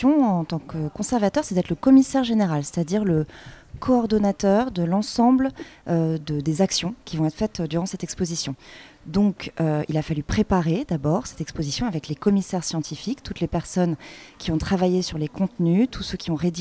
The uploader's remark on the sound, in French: Des lycéens de seconde en option patrimoine au lycée Saint-Exupéry de Saint-Dizier ont réalisé une émission en direct de l'espace Camille Claudel sur l'exposition l'Austrasie.